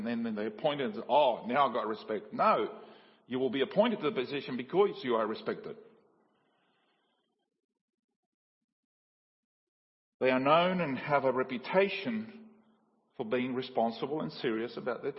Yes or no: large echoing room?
yes